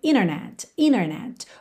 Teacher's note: quando a gente tem NT, a gente pode omitir o T e ligar no N, como acontece, por exemplo, na palavra internet, que muitas pessoas pronunciam internet.